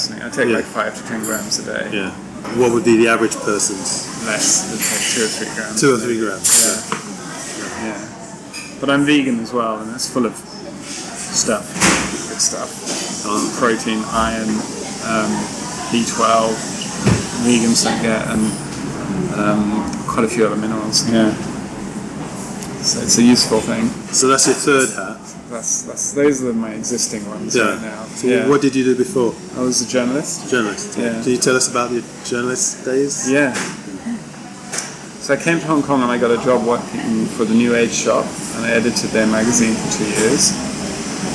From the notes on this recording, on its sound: Our conversation was recorded in a coffee shop and due to this there is noticeable background noise.